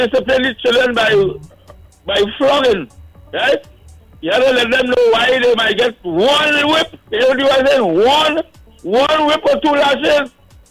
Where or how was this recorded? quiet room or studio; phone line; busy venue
phone line